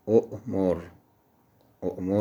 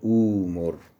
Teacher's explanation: اگر حرکت همزه قبلش فتح است، همزه دوم تبدیل میشه به الف، مثل ا مرو که میشه آ مرو. اگر حرکت قبل ضمه است، همزه تبدیل میشود به واو، تبدیل همزه ساکن به واو. · Shown in: second take